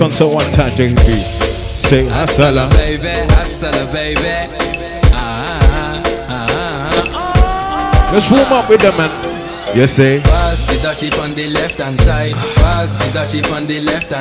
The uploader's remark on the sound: Live Audio: Summer Jaiye Day Party. (Minimal Speech).